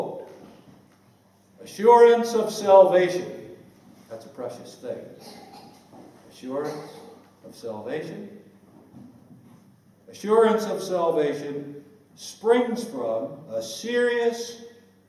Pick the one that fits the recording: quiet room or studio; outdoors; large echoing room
large echoing room